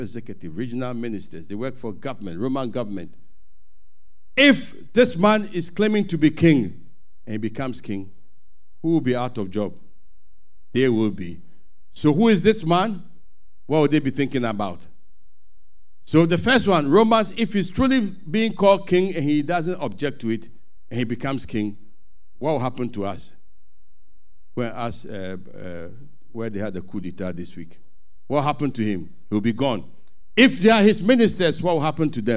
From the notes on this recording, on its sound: Sermon preached at CBC